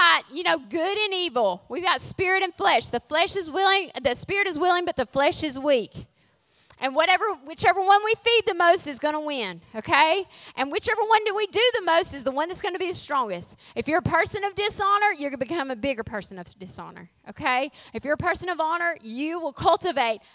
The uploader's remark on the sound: Refresh Women's Conference Session 2